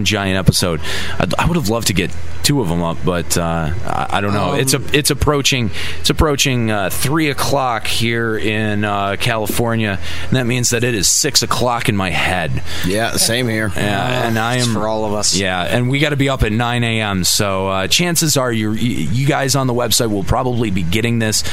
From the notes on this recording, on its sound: Limit Break Radio's 2007 Fan Fest Special Day 1. We also have interviews and actual event audio. Many of the other activities at this years Fan Festival.